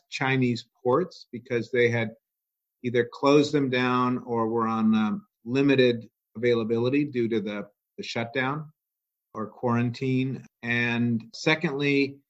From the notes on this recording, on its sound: To maintain social distancing, this interview was recorded via the web.